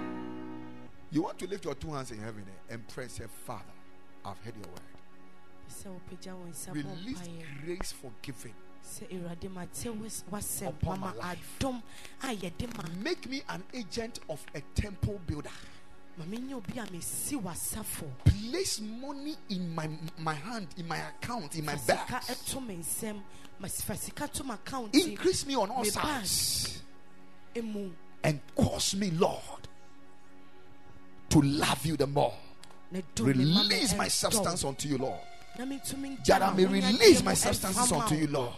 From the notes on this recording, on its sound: Preached at the Ekklesia Chapel